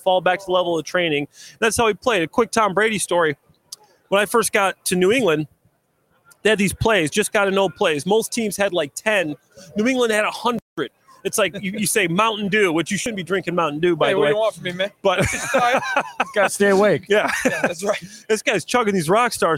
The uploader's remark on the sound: Live from Super Bowl LVII - Day 3